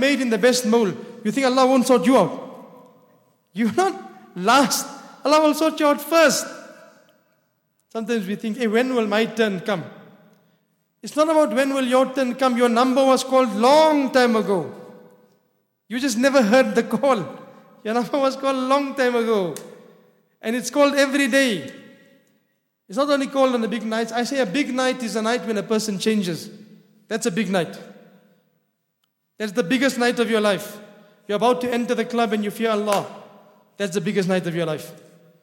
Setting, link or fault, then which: setting, large echoing room